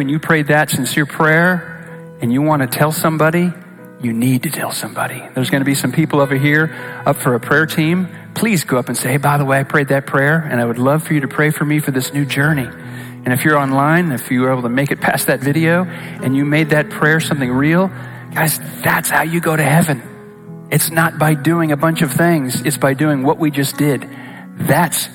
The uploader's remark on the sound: Recorded live at Capital Church in Meridian, Idaho